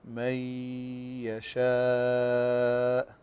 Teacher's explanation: تنوين بغنة فنقول من يشاء بمقدار حركتين، غنة بمقدار حركتين.